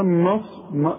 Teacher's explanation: نون ساكنه وبعدها نون ادغام، واخد بالك؟ ادغام بغنه، لكن كل نون القران مرققه ما تفصلش.